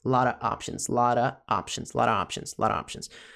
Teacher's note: Você não precisa falar esse of